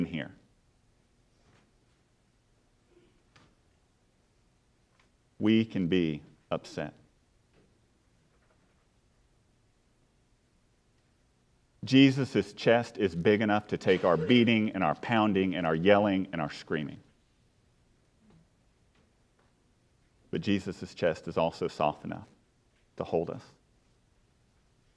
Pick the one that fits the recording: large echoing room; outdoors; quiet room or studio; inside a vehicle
large echoing room